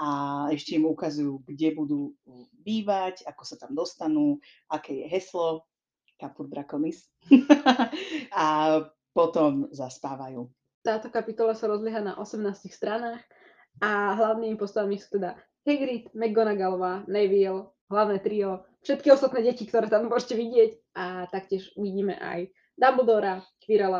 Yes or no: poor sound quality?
yes